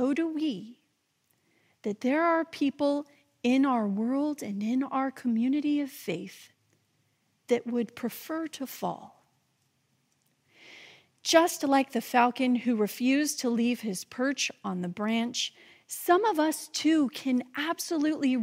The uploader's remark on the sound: this message delivered during the traditional Worship service